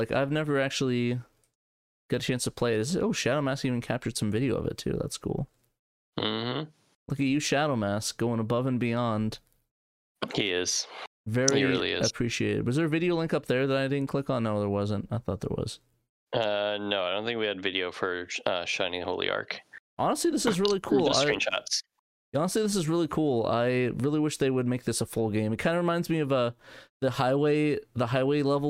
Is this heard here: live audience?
no